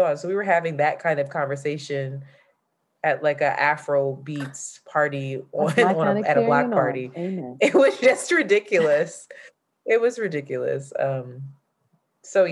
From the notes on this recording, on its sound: Unfortunately we had issue and had to use our zoom audio.